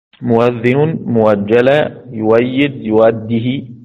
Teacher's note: تبدل الهمزة واوا مفتوحة، مثل مؤذن ومؤجل ويؤيد ويؤدي